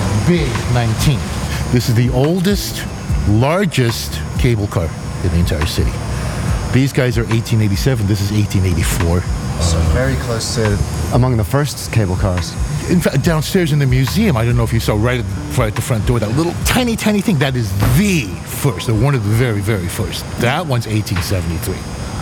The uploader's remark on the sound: San Francisco Cable Car Crawl. With the wind in your hair, the bells ringing and track rattling. Join us for a whirlwind journey, recorded on location, celebrating 150 years and counting of San Francisco’s cable cars. We’ll find a hidden music studio above a gift shop in Chinatown, and listen to a performance of a GuZheng, a more than 2,000-year-old traditional Chinese instrument.